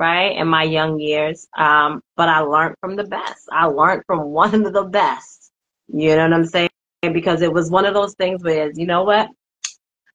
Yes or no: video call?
yes